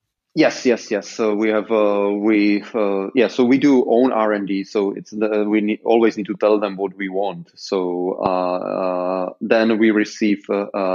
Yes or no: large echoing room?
no